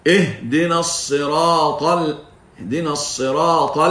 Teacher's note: افتح حنكك في اللام لتبين أن هذا الحرف مستفل رقيق ضعيف